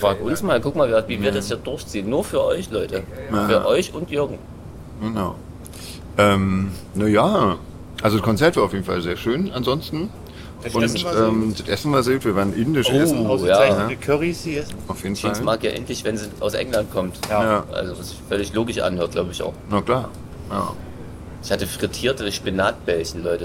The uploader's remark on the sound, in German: UK Tour Special. Wir bitten, die teils schlechte Soundqualität zu entschuldigen. Da die oft sehr heftigen Hintergrundgeräusche weggefiltert werden mussten, klingen auch die Stimmen manchmal nicht so dolle.